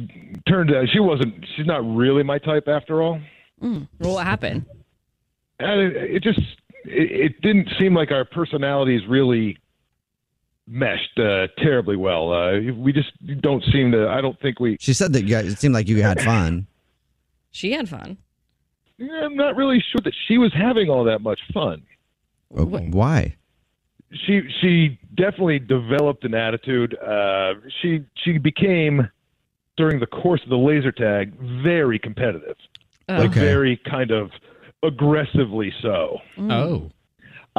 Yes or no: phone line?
yes